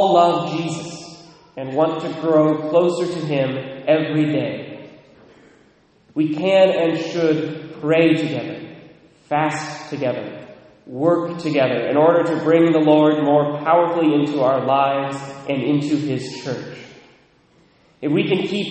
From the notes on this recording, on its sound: Recorded at Immaculate Conception, Mount Vernon, WA (9:00am).